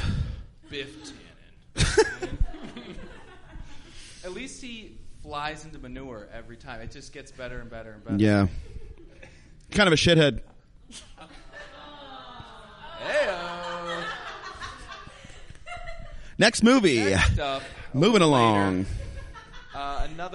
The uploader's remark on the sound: Live at Brody Theater